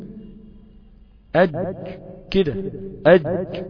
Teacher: أج حرف شديد في إغلاق المخرج ثم انفتاحه. الشديد ده تعرفوا أن المخرج بينغلق ثم بينفتح مرة أخرى، يعني الشديد ده عبارة عن إيه؟